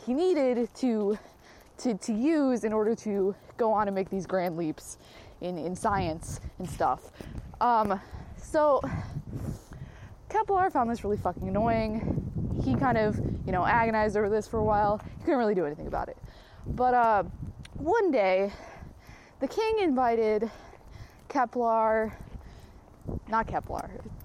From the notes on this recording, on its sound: No edits, no regrets. Recorded while on a walk.